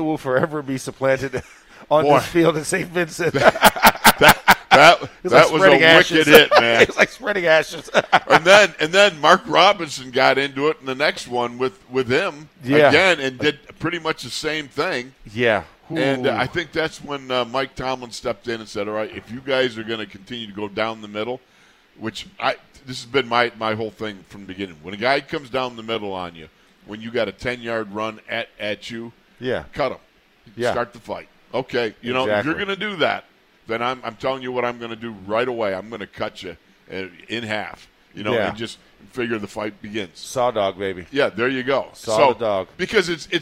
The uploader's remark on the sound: In the Locker Room Live from Steelers Training Camp Day 6. Are live from the second day of full pads.